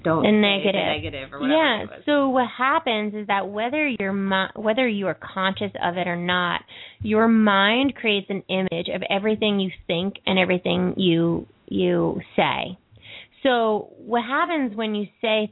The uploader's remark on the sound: open up the lines for listeners to call